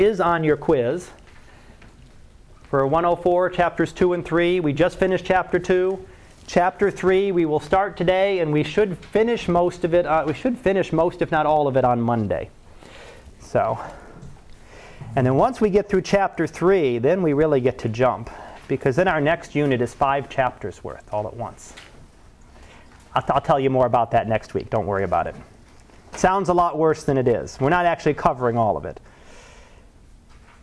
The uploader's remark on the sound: Live Class Lecture